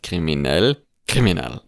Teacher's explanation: Also immer vorne dann draufgeschlagen, so bam, ne, in dem Wort.